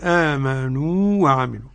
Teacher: هنا نظهر ولو أنهم مثلان إلا أن الأول حرف مد